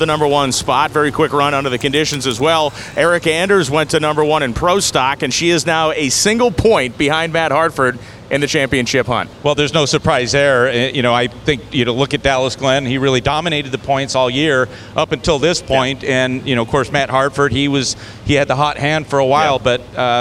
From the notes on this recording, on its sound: NHRA Insider LIVE. LIVE from Worldwide Technology Raceway in Madison, Illinois.